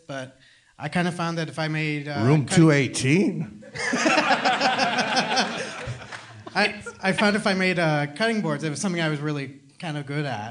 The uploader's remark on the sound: Live podcast in Seattle to a powerful crowd. LIVE from Seattle 2014.